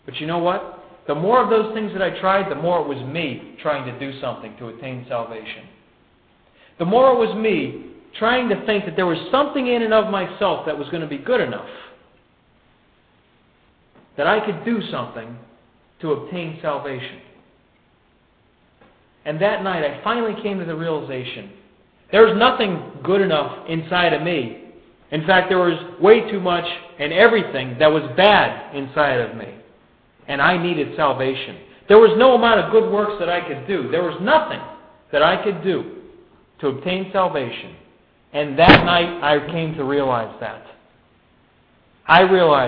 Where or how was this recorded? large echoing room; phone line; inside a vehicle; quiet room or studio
large echoing room